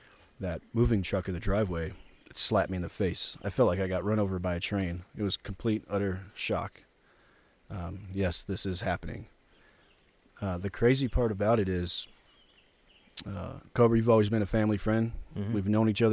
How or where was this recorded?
outdoors